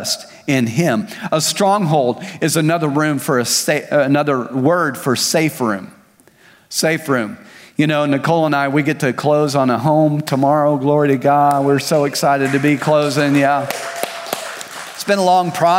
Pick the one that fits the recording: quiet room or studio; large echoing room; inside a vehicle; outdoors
large echoing room